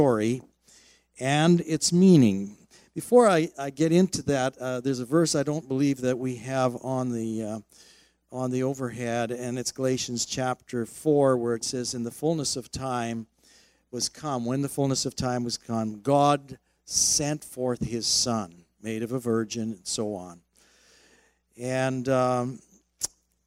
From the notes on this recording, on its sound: At Thrive Church Vancouver, Canada.